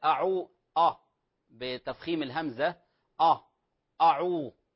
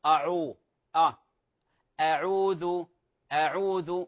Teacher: الهمزة ليست مفخمة ولا العين كذلك مفخمة · Shown in: second take